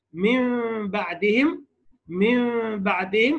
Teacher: قلب النون الساكنة أو التنوين ميما مع مراعاة الغنة والإخفاء في الحرف المقلوب · Term: الإقلاب